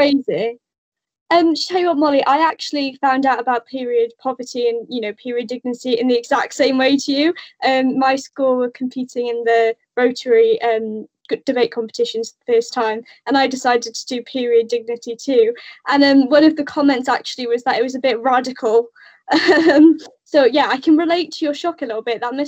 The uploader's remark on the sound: Recorded via Teams. The quality of this podcast is a little all over the place due to the nature of the recording during lockdown.